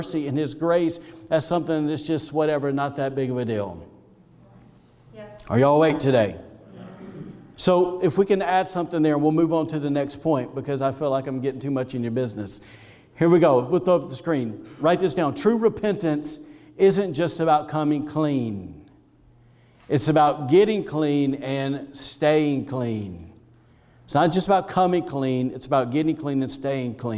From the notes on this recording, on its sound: was recorded on Sunday, January 31st, 2021, during service at The Anchor Church in Rockport, Maine.